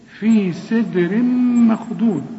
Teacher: التنوين اللي بعده ميم إدغام كامل بغن